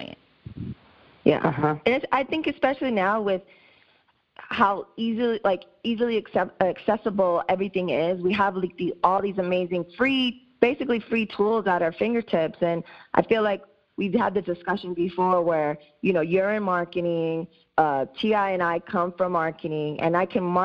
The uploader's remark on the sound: Recorded remotely via phone + Zencastr